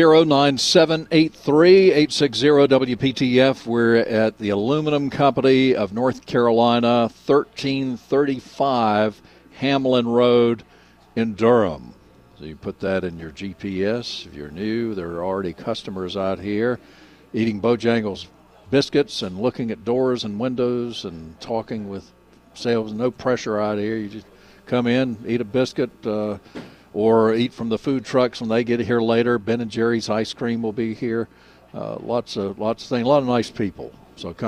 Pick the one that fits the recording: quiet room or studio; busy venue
busy venue